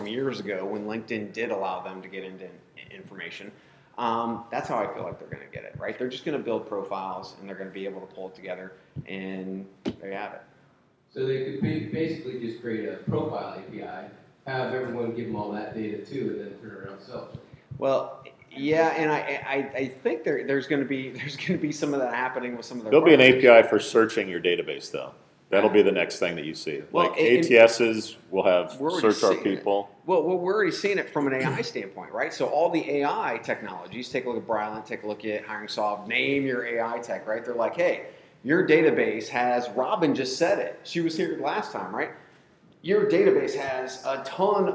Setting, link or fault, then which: setting, busy venue